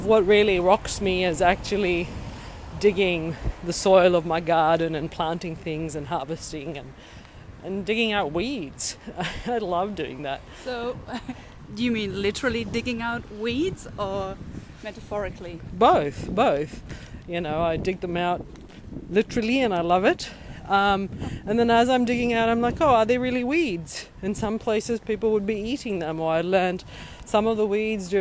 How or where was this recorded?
outdoors